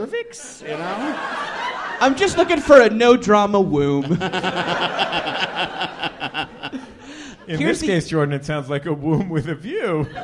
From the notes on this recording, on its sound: Take a break from their usual studio recording for a live episode from the Gateway Theater in San Francisco as part of the 2018 SF Sketchfest.